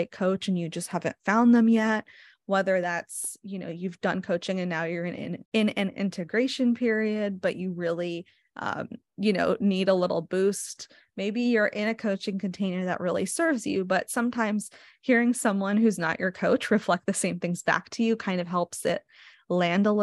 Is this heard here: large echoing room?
no